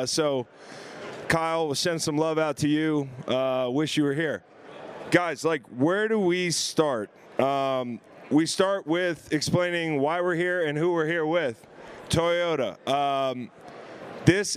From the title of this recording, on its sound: SB LVIII Radio Row in Las Vegas!